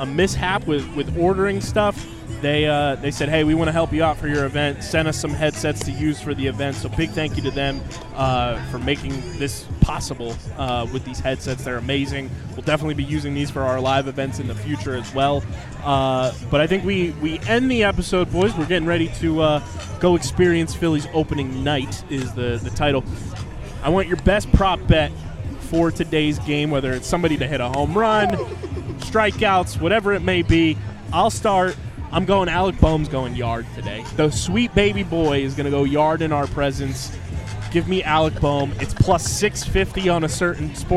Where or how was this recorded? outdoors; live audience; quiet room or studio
outdoors